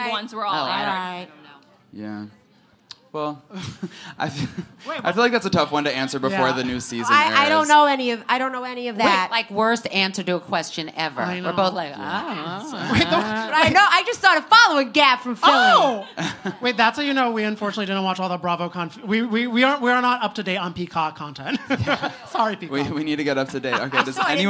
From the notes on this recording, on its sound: took the stage with Page Six for our special "Virtual Reali-tea" live holiday show in NYC!